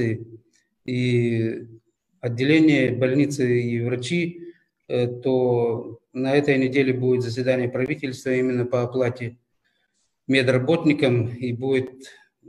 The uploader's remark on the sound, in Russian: Сегодня передача Nokta Live записывается удаленно, лишь с одним человеком в студии. Мы очень старались и заранее приносим извинения за возможные неполадки.